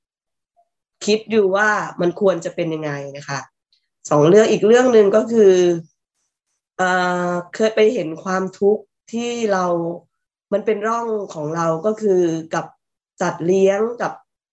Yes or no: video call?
yes